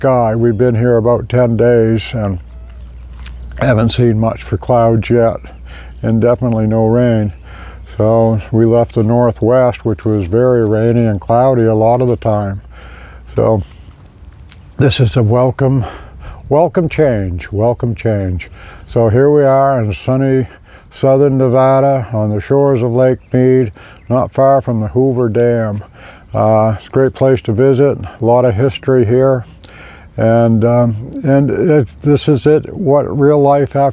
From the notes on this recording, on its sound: Arrived in Nevada – Recorded live at Lake Mead. Currently camping at BoulderBeach Campground on the shore of Lake Mead. This is just a short distance from the Hoover Dam.